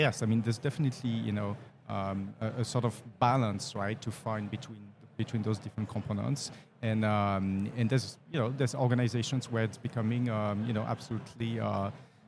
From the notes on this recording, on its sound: Live at the HR tech 2022 conference